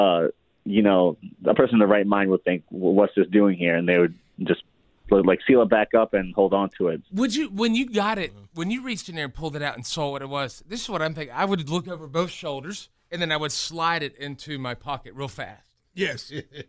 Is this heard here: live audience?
no